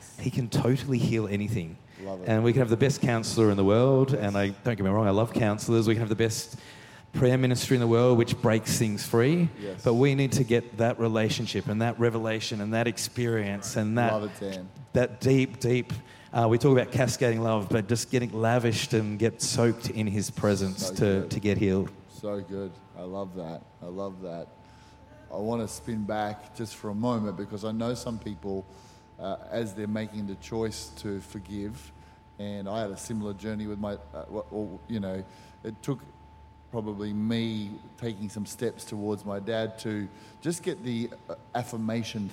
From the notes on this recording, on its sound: Recorded during our 5pm service on Sunday, the 15th of October 2023.